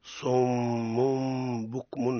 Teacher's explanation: ثم إخفاء هذه الميم فيما بعدها مع بيان الغنة، ويكون ذلك عند حرف واحد هو الباء. قال ابن الجزري: والقلب عند الباء بغنة. · Term: الإقلاب